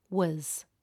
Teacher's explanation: Was is usually pronounced with a schwa vowel, so it becomes was.